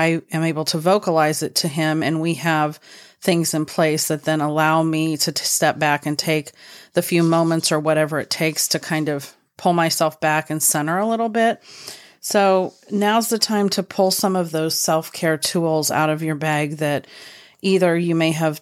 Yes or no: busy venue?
no